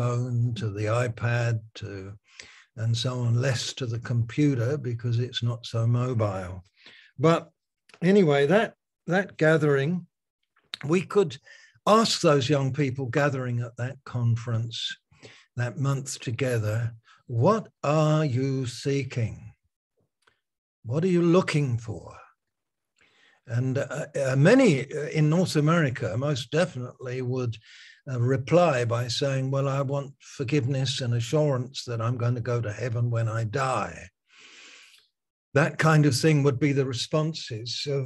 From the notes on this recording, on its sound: Malaysia Meets (Zoom).